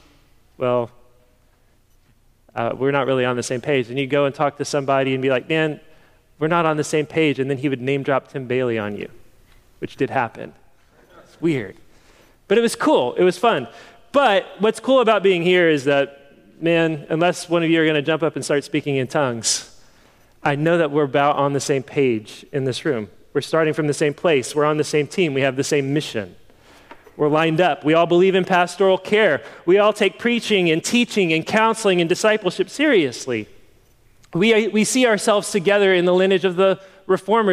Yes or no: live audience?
yes